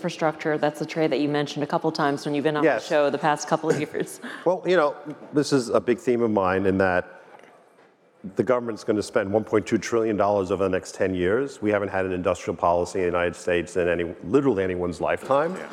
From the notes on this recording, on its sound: Panel from iConnections Global Alts Conference. The Global Alts Conference in Miami.